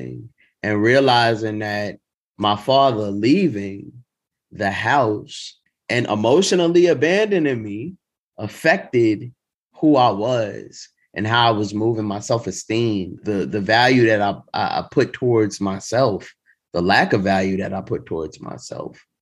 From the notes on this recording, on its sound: Two bold stories from Grit's Mental Health Happyish Hour (virtual) open mic